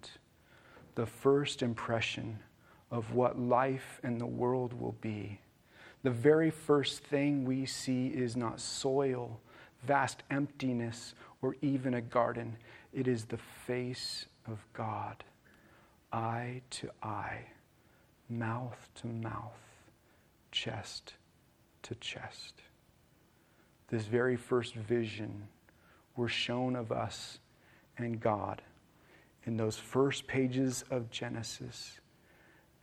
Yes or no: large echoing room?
yes